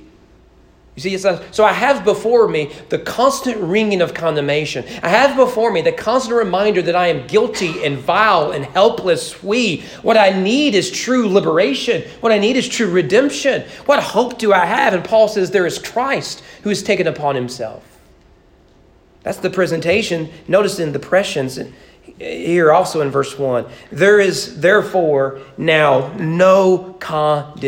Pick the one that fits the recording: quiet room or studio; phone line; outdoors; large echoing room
large echoing room